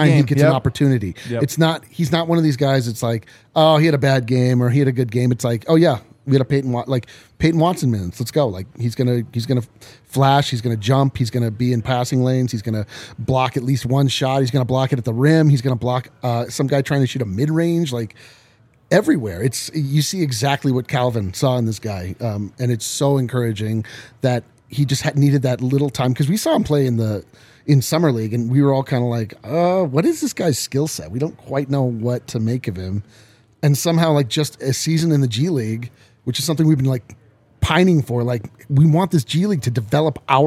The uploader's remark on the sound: LIVE from the DNVR bar